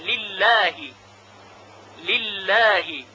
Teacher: لام اول که مکسور هست بسیار ساده ترقیق میشه و لام خود الله هم به راحتی ترقیق میشه